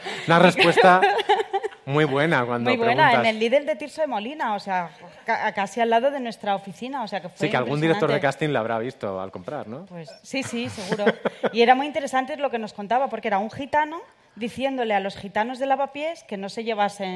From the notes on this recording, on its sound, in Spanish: el programa en directo de **Fuera de Series en Fundación Telefónica de Madrid